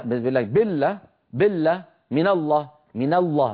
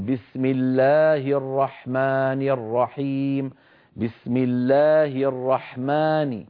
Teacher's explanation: يمد بسم الله ويمد الرحمن ويمد الرحيم · Shown in: second take